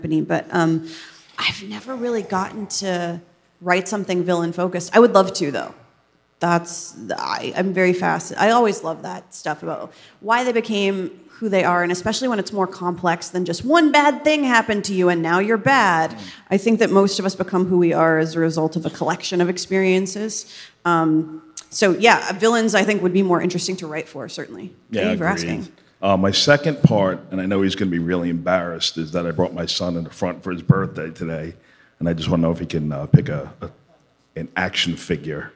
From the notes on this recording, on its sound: Live at New York Comic-Con 2018